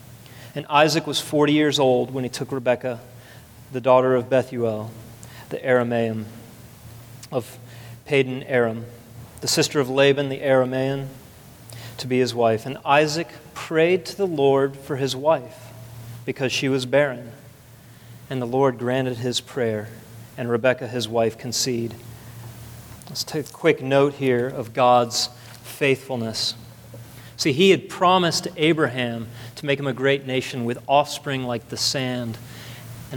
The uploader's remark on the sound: At the second service of Redemption Hill Church.